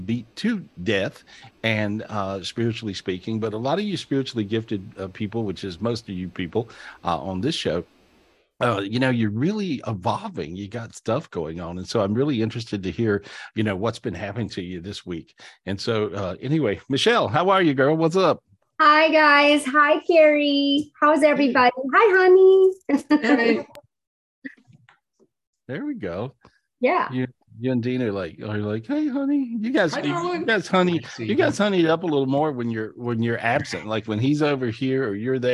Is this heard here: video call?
yes